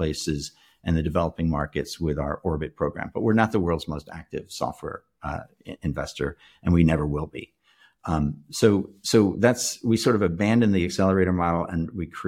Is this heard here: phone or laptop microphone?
no